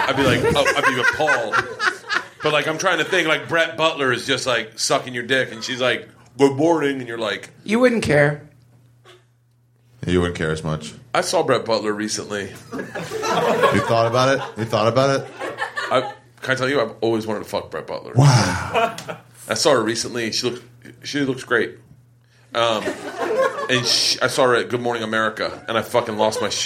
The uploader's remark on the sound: Live from the Just For Laughs Comedy Festival in Montreal. Sit down with me infront of a live audience.